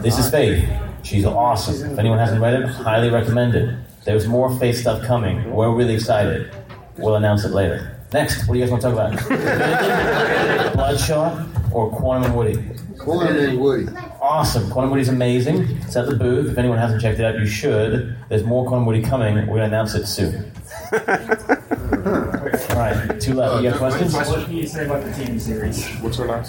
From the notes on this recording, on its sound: This episode brings you the Road to Harbinger Wars 2 panel from last week's SC Comic Con 2017.